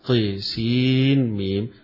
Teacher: قراءة شعبة عن عاصم وحمزة والكسائي وخلف بالإمالة للطاء بالإمالة طي سين ميم بالإمالة فيها، وطبعا الحروف الثلاثة طاء لا